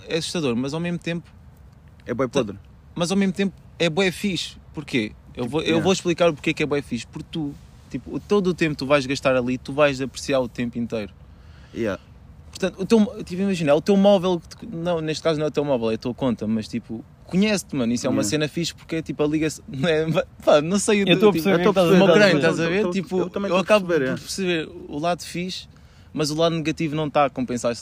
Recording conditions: outdoors